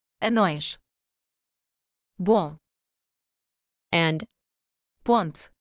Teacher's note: This sound is similar to own with nasalization. Common spelling variants are O, OM, and on. · Term: nasal vowel O